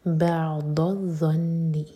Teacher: ضاد زبان کی سائڈ سے پڑھیں گے, بعض الظن نون پر غنہ، اثم رکیں گے تو